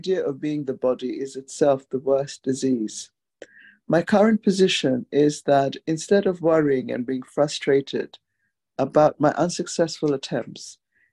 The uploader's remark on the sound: In a Zoom meeting with the Ramana Maharshi Foundation UK on 9th December 2023.